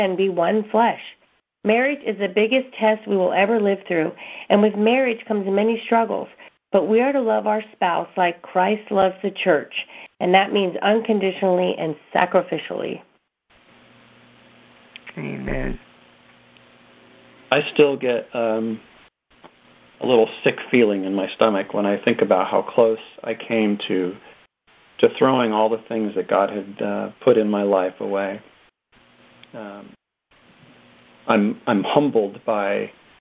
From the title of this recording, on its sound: CONFERENCE CALL